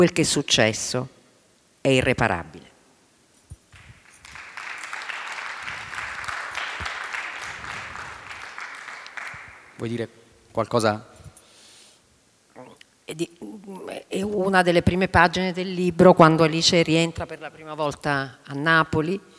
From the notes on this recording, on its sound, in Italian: Registrato a Bookcity 2016